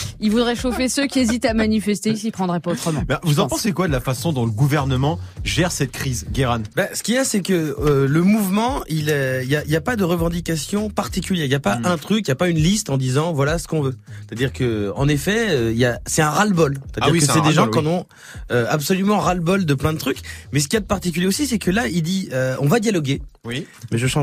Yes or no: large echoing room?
no